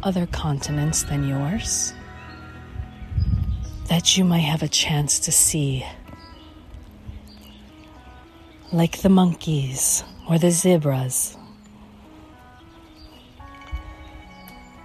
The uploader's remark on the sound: One Minute Calm: Walk and Talk